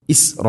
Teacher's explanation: മുത്തസിൽ വാജിബാണ്, നിർബന്ധമായിട്ട് നീട്ടണം. നാലോ അഞ്ചോ ഹർക്കത്തിൻ്റെ ഖദർ · Term: മദ് മുത്തസിൽ